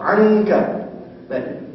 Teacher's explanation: وهي نون ساكنة غير ظاهرة تخرج من الخيشوم فقط · Term: النون الخفيفة